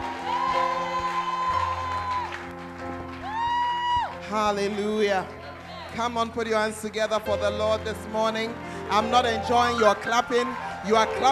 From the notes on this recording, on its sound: Preached At The Fountain Of Life Cathedral